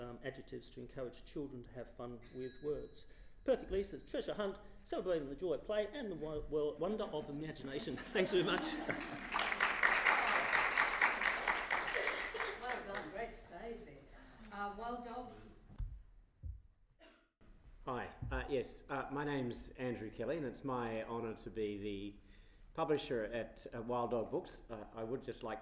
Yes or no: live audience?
yes